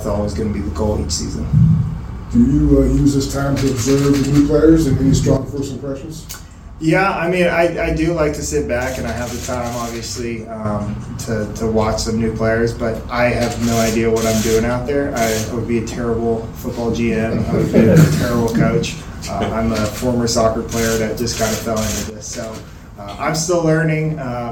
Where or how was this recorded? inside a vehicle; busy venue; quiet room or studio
busy venue